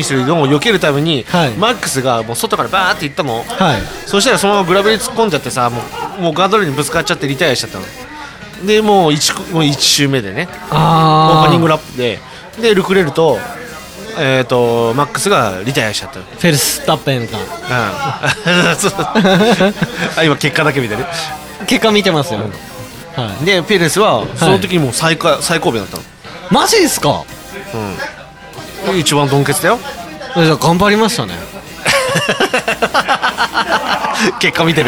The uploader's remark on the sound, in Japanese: 愛知県東海市を中心に、お酒を呑みながらおじさんが喋るラジオ。今回は、東海市富木島町にございますキサイワ聖地の「とんちんかん」さんで収録！！